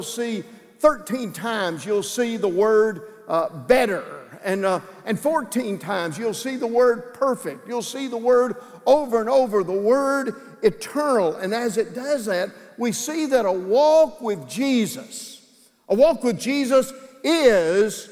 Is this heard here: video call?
no